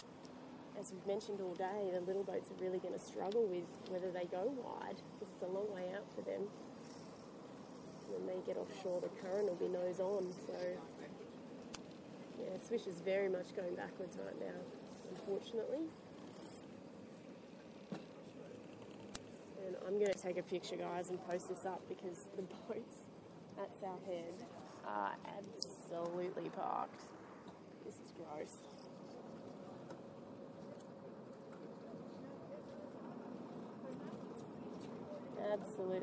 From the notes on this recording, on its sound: In this episode we have the commentary of the Land Rover Sydney Gold Coast Yacht Race 2014 start. This was streamed live direct from Sydney Harbour on the CYCA media boat.